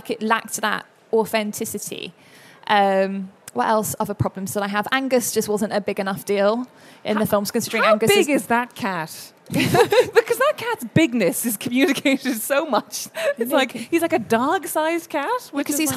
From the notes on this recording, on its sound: Our first ever live show at London Book Fair. Recorded at the London Book Fair 2019.